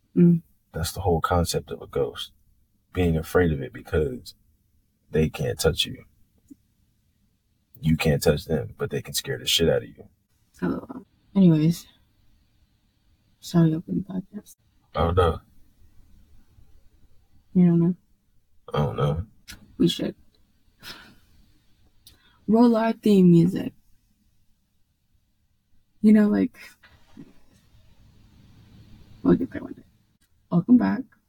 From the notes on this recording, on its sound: All the way from a ghost forcing us to record away from the house and back into the car. (The ghost cursed our audio in this episode).